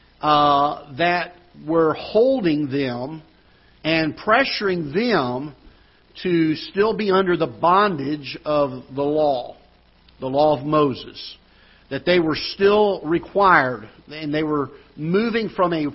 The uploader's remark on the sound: Ketha Heights Baptist Church ~ Live Broadcast